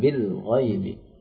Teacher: ketika mengucapkan bil ya huruf lam itu ditahan